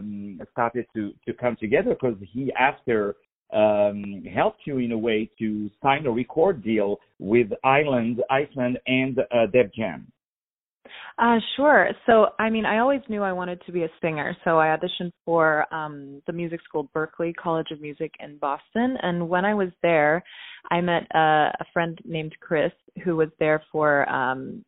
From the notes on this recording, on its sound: On the phone